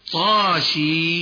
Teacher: الطاء من حي طهر يمد مدا طبيعيا